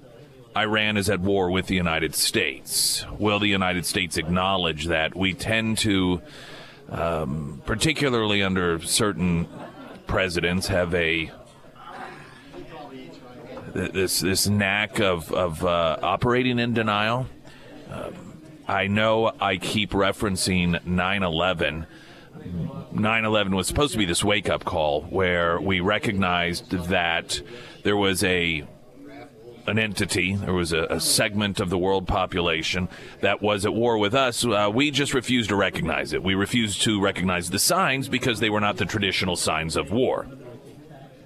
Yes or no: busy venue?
yes